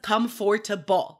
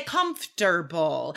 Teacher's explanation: that middle syllable just disappears · Shown in: second take